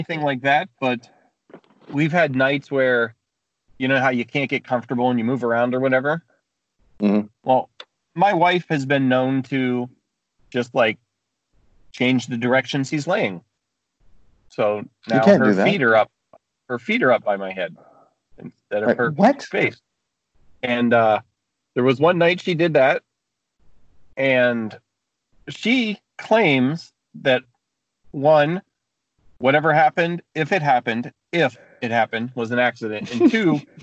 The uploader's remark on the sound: quick chat in my car